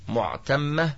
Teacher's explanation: قوله: روضة معتمة، هو بضم الميم وإسكان العين وفتح التاء وتشديد الميم